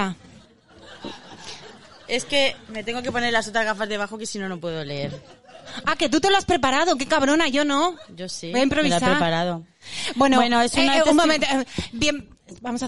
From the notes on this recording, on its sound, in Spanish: el show en directo que hicimos en septiembre en La Madriguera